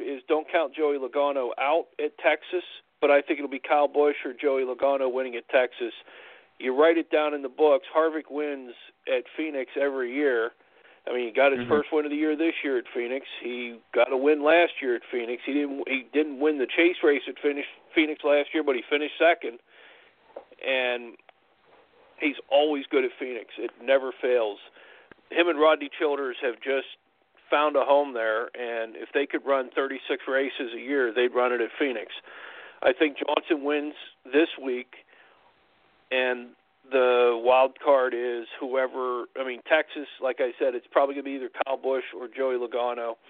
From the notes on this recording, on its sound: we take your phone calls